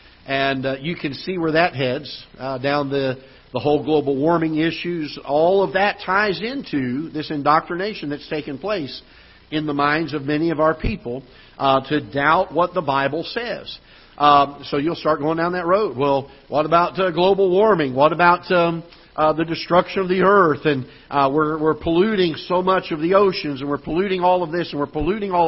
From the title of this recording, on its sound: Ketha Heights Baptist Church ~ Live Broadcast